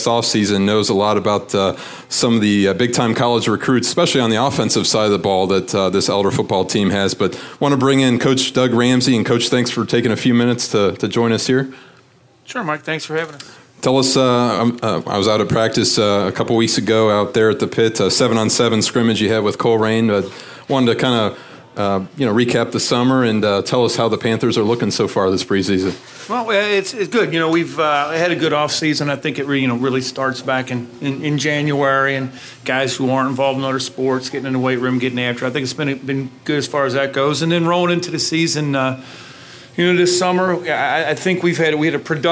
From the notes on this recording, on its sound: The WCPO High School Insider Podcast held a special live episode at the Western Hills Chick-fil-A.